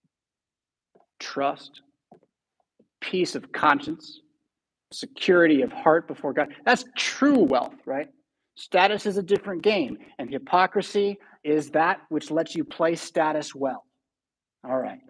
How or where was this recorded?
large echoing room